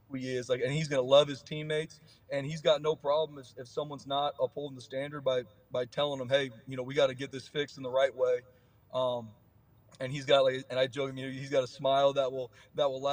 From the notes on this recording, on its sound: coming to you LIVE from the DNVR Bar